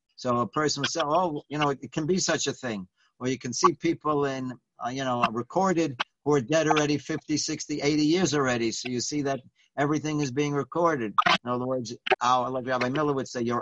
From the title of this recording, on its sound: Live On Zoom: 6-24-2020